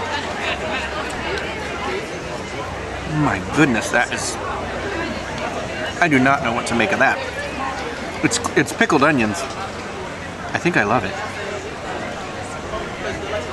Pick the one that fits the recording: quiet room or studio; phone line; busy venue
busy venue